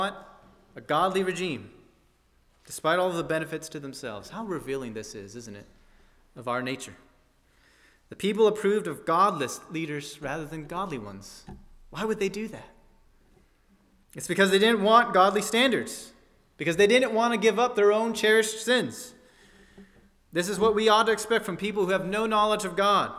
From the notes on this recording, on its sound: at First Baptist Church in Delphi, Indiana